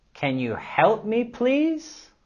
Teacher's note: vamos a subir la entonación en las palabras help y please